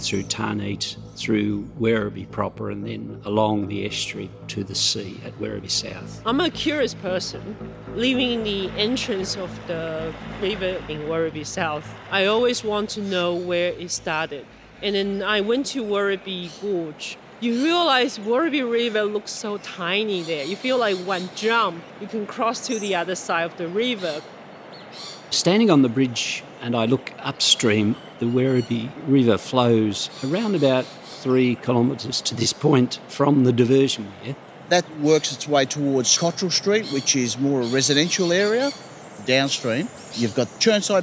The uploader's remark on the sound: Stories and sounds from the Werribee River. This is an audio experience featuring local people and appreciators of the river speaking about what the Werribee River means to them. All interviews and fields recordings were recorded on or near the Werribee River.